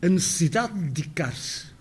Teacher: Aqui há quatro Ds e nós só pronunciamos dois deles.